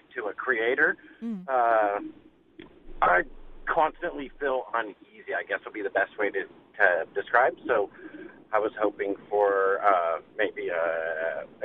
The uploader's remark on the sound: we're doing a live call-in show today!